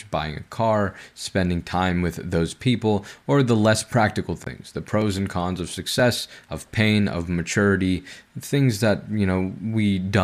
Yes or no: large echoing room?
no